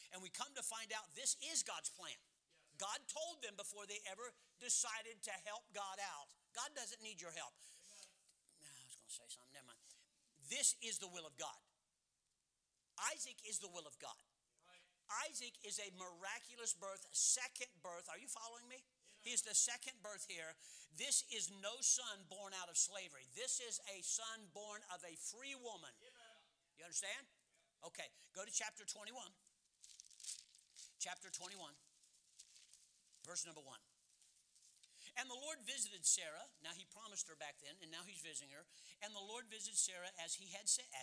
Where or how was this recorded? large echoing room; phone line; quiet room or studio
large echoing room